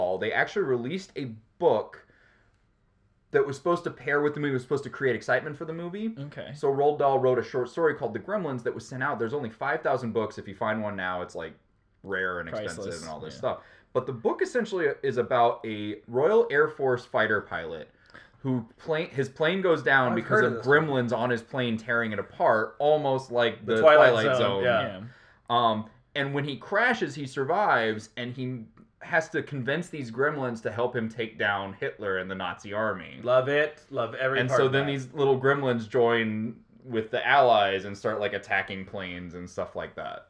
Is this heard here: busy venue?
no